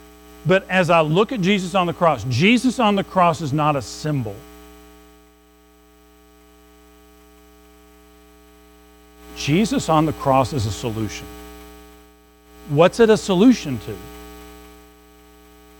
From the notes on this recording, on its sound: Recorded at Madison Baptist Church in Madison WV.